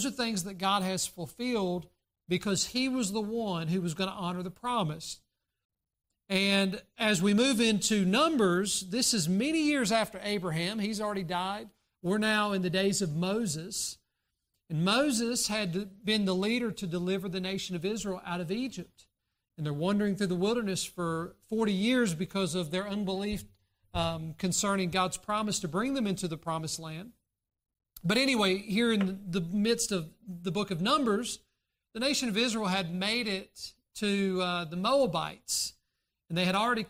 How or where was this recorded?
large echoing room